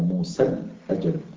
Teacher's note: لو قلناش موسى الأجل حذفت الألف تخلصا